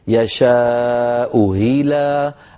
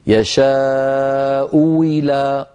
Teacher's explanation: إما أن نأتي بهمزة مسهلة مكسورة هكذا يشاء هيلا، أو واو مكسورة واو صريحة يعني نقولها هكذا يشاء ويلا وي وي واو مكسورة يشاء ويلا صراط، هكذا رواها الإمام نافع رحمه الله تعالى.